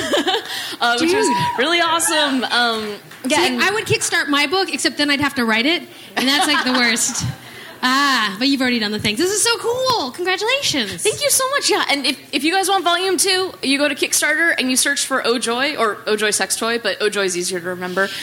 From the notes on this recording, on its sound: Recorded live at Portland's Dante's, it's a packed show.